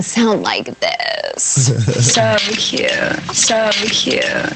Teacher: Fry. It's a low, creaky vibration produced by a fluttering of the vocal cords. · Term: vocal fry